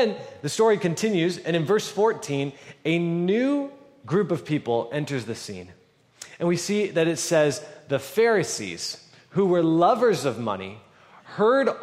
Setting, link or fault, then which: setting, large echoing room